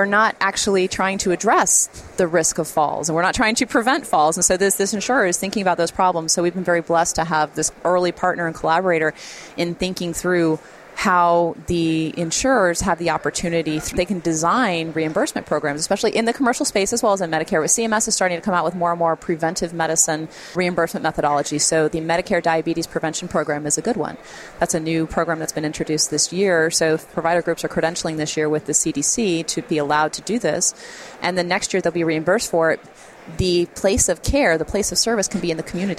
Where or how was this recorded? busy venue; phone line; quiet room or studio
busy venue